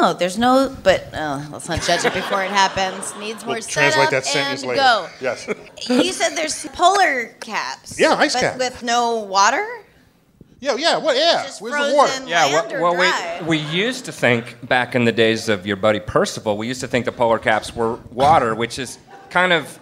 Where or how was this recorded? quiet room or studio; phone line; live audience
live audience